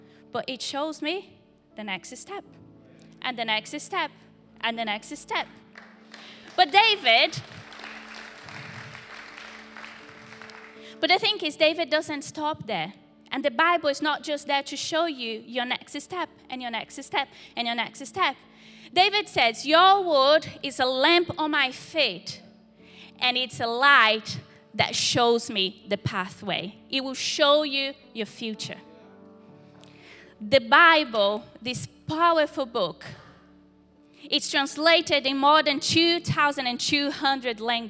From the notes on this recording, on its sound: Recorded live at Life Church Lancashire - 7th May 2023